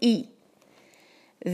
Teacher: حمزہ پہ کسرہ ہے تو ہم اس کو باریک کریں گے